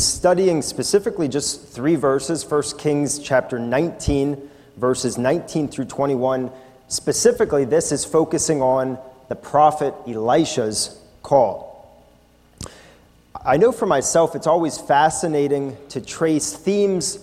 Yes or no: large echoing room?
yes